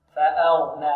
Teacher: فأغنى حق الهمزة. هذا خطأ يقع في كل من الطلاب، وهو أن الهمزة محققة فيأتي لها مسهلة